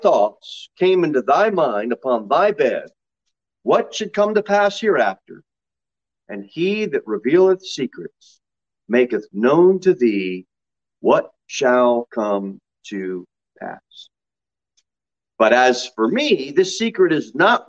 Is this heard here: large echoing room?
yes